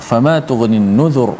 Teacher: ra itu dibaca dengan tebal kerana ra mati sebelum ni berbaris di di hadapan